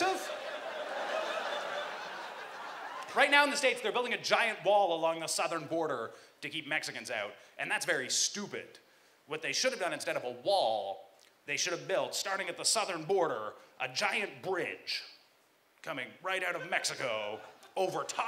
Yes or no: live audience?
yes